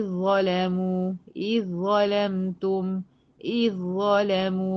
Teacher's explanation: بدخل من ايه الهمزه المكسوره على الظه مشدده على طول، لان الذال ادغمت بالكامل داخل ايه الظه، لان الحرفين دول حروف لثويه تجاوروا جنب بعض والاول ساكن والتاني متحرك، فحصل حاجه اسمها ادغام متجانسين صغير واجب كامل بدون غنة.